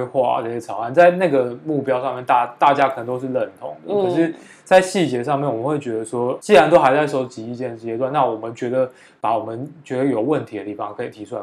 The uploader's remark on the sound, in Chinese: 因發現有小雜音，音質修正後重新上傳。